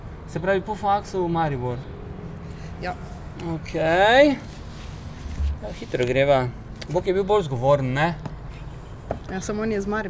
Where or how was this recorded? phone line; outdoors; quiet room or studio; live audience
outdoors